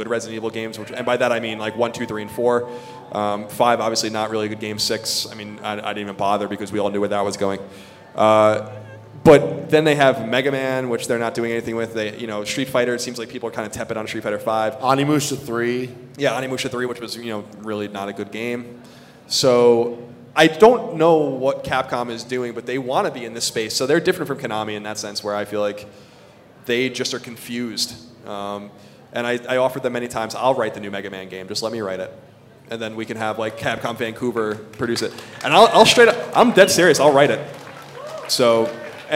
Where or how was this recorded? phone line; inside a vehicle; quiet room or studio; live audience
live audience